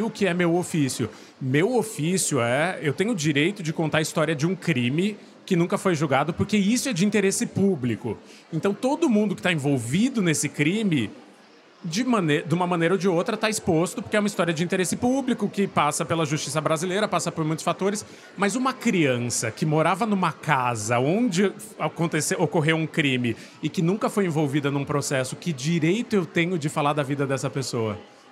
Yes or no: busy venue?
yes